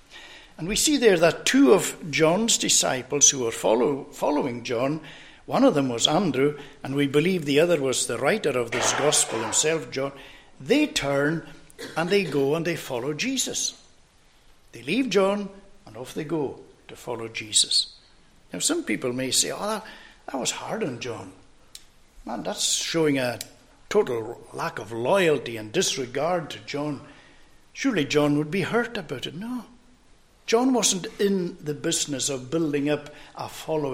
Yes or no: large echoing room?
yes